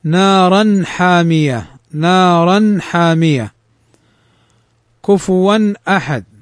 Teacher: وهذه الحروف الستة حروف حلقية، وقلنا الإظهار فيها بأن نظهر النون وأن نظهر الحركة الثانية ولا نضغم ولا نخفي